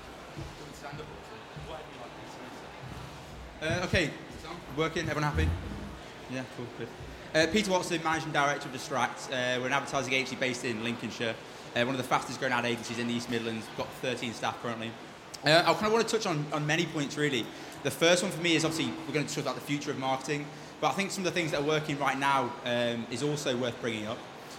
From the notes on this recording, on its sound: Expo East 2018 discussion panel.